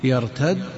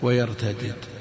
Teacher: جاءت مرة بالإدغام ومرة بالفك